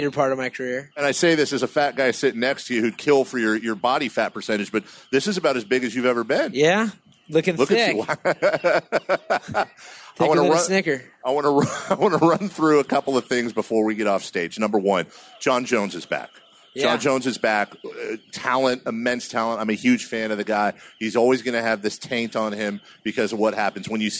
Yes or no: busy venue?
yes